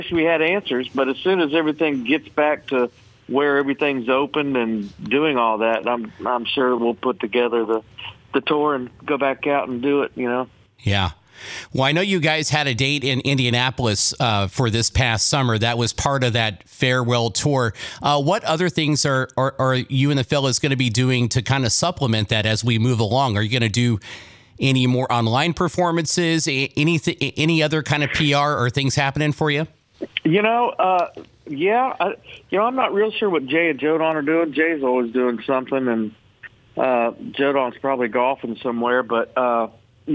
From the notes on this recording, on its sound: called into the show this morning